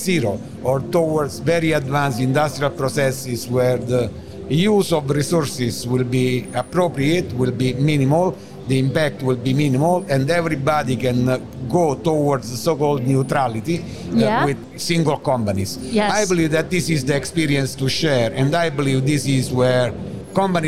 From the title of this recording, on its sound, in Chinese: 2021 Energy Taiwan智慧能源週-Live Podcast